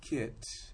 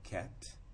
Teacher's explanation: if we said kit and we let it lower, it would be more like ket · Shown in: second take